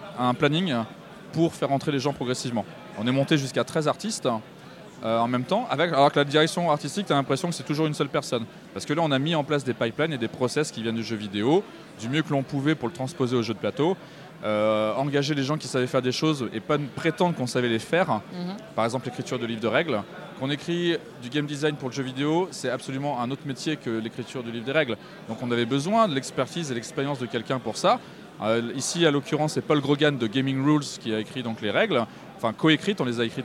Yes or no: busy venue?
yes